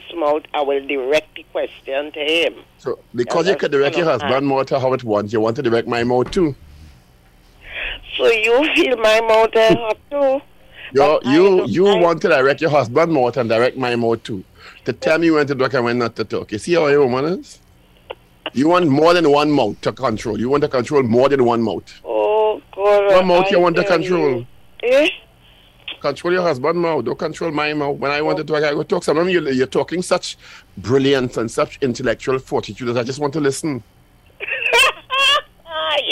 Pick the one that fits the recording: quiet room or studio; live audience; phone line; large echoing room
phone line